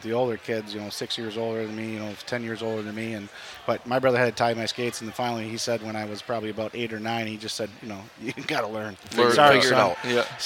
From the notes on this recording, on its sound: LIVE from the Golf Show. 2024 Minnesota Golf Show!